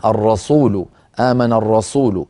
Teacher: صارت السين صادا بسبب أننا انتقلنا من راء مفخمة إلى سين مفخمة